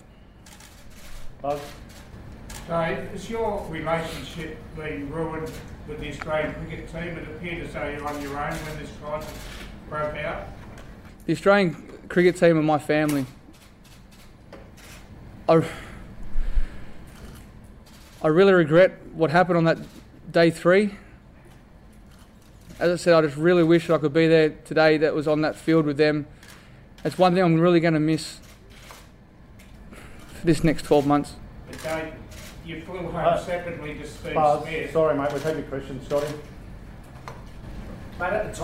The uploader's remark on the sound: Press Conference from the SCG